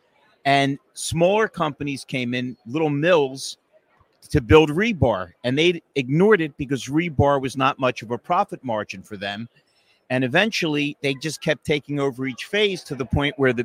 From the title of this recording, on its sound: Live From Driving Sales